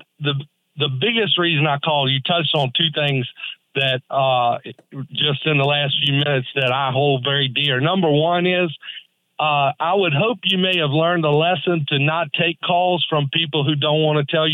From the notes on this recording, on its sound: Entertains lively audience calls.